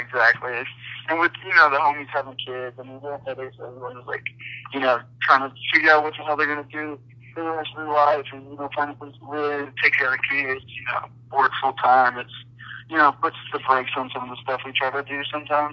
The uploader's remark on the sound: phone interview